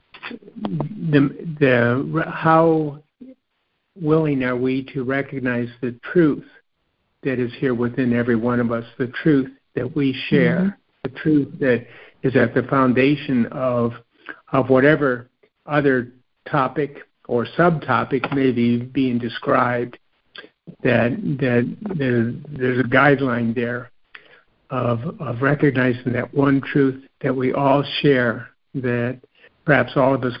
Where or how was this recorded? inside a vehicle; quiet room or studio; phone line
phone line